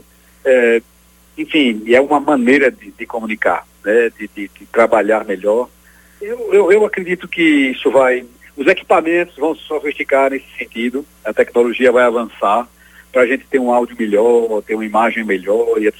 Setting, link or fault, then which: link, phone line